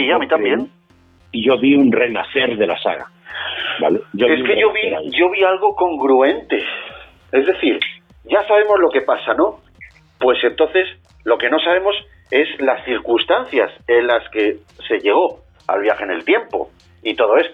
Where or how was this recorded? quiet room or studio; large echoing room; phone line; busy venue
phone line